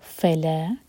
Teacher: فا ایک حرکا اور لا مد تبعی ہے، دو حرکا لمبا